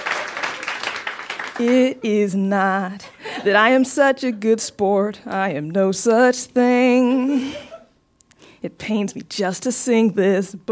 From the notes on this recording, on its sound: Recorded live in Chicago.